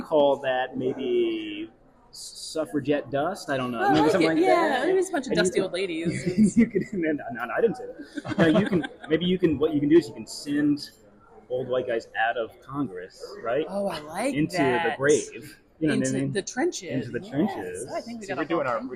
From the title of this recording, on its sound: Live from PAX Unplugged 2023